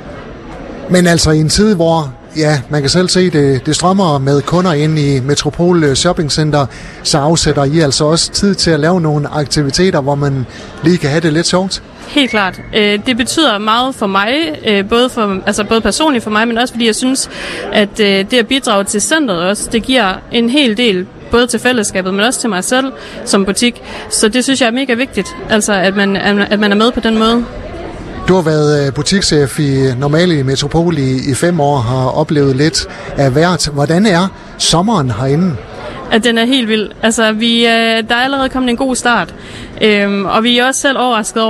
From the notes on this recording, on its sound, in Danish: På grund af vind og vejr var Skaga FMs Live fra Sommerby Hjørring for en enkelt dag rykke indendørs i Metropol Shoppingcenter.